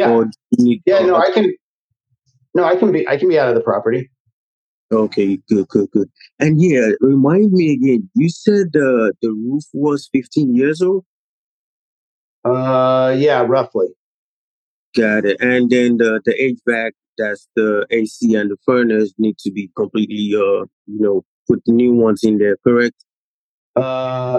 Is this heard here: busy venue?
no